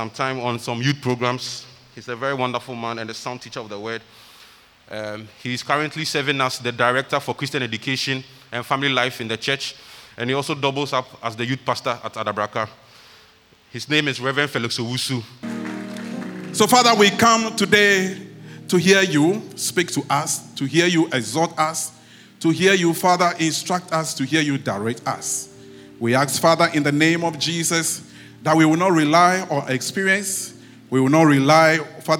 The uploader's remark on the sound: Sermon preached at CBC Shiashie